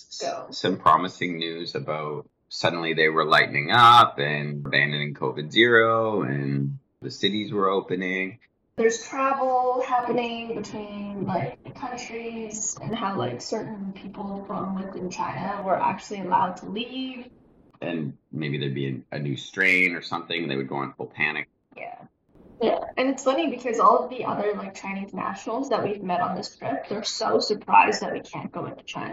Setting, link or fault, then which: fault, poor sound quality